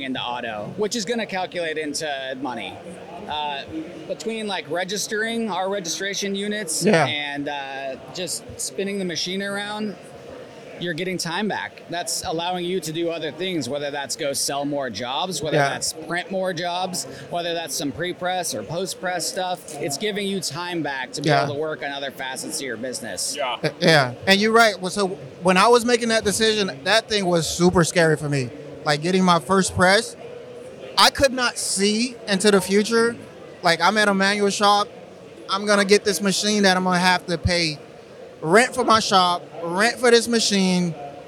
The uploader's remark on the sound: Go live from the Graphics Pro Expo, right from the ROQ booth!